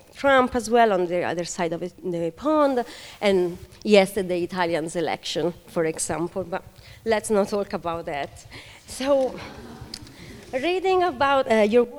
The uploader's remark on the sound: Took place on 6th March 2018 at LADA. This is an audio recording of the event.